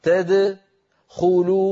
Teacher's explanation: ضم الدال بالإضافة إلى ضمه للخاء، هذا لا يصح، لابد أن نقلقل الدال هكذا تدخلوا ثم نضم من أجل الخاء تدخلوا تدخلوا، ولا نقول البتة تدخلوا.